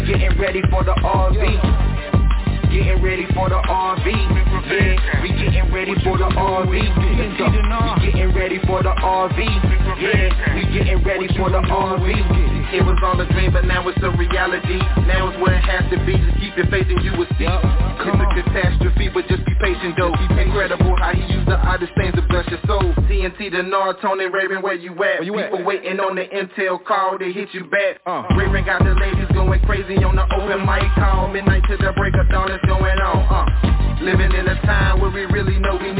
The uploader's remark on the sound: TNTSuperfantastic Conference Call